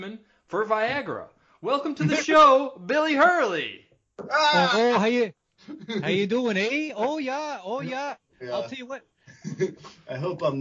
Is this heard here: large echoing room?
no